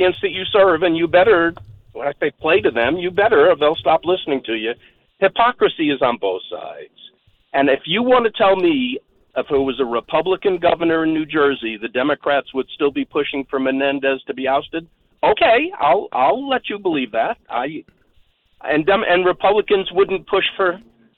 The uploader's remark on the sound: called into my SiriusXM program